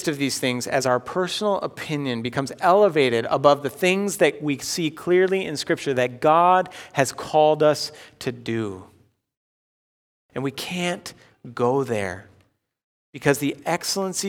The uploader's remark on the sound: Delivered Sunday, October 4, 2020 at Woodridge Community Church (New Berlin, WI).